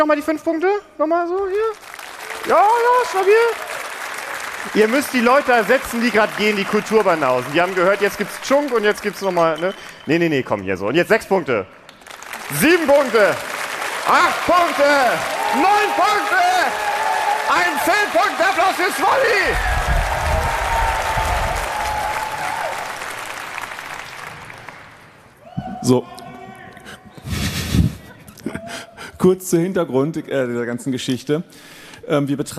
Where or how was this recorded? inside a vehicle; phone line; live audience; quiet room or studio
live audience